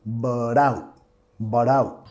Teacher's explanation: vinculando con la R suave de español